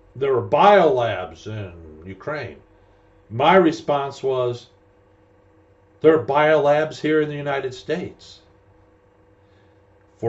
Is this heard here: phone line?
no